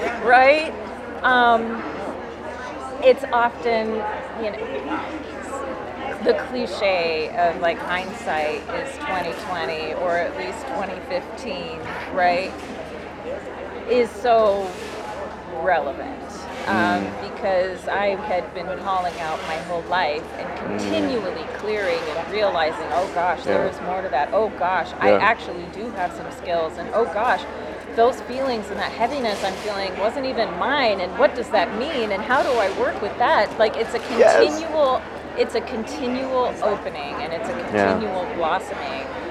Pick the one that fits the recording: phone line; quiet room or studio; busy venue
busy venue